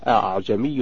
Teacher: يراعيها أولا أأعجمي من قوله تعالى أعجمي وعربي في سورة فصلت تقرأ بالتسهيل أي بتسهيل الهمزة الثانية بينها وبين الألف وجها واحدا فقط لا يجوز له غيره ثانيا مجراها من قوله